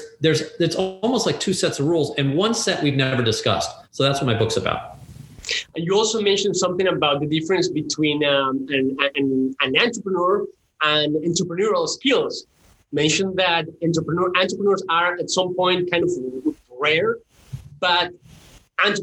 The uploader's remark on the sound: Talked to us via zoom from his office in Saint Louis, Missouri.